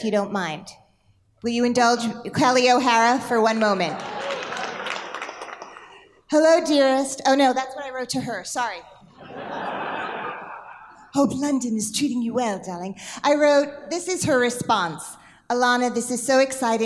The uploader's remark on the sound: Recorded Live